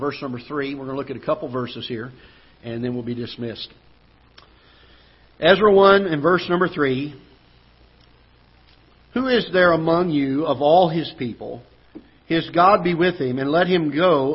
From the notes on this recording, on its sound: Ketha Heights Baptist Church ~ Live Broadcast.